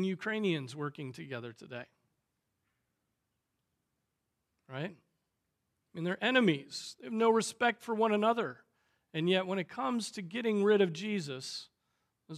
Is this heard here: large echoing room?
yes